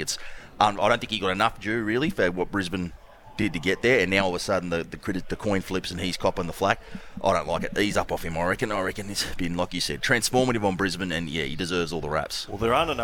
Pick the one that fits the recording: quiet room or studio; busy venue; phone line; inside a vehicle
busy venue